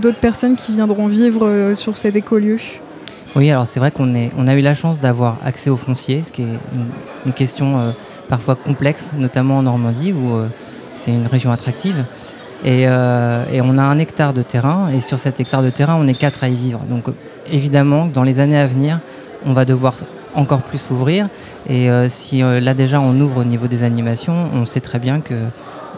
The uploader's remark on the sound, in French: nous sommes en direct des rencontres normandes du développement durable au MoHo à Caen